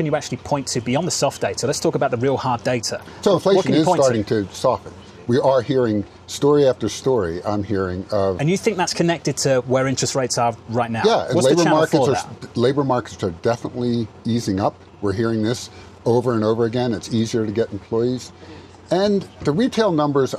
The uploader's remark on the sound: Live From Jackson Hole '23